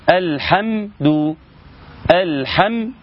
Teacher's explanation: ميم قوية من من مخرجها من الشفتين بس لا أكثر من هذا · Term: إظهار